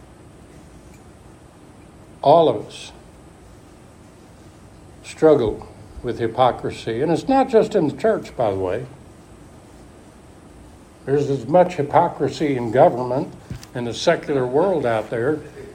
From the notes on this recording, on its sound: Alpha Ministries is a Recovery church. Preached at Church in the Woods.